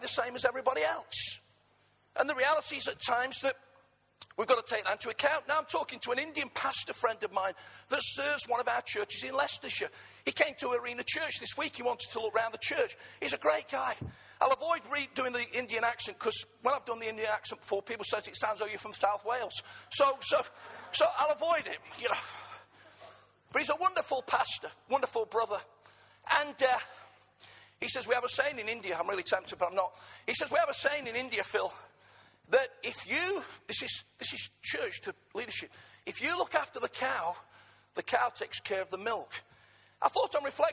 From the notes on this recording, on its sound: Arena Church Ilkeston